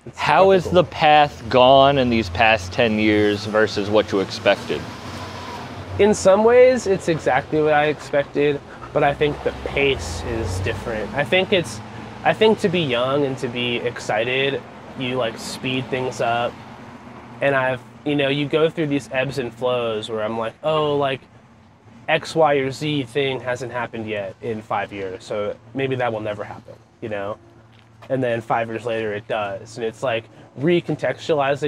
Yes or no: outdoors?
yes